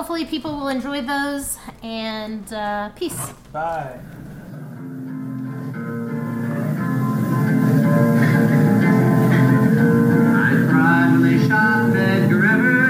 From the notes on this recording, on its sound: This week, we talk Alt-Right with the pleasant sounds of sautéing lunch in the background.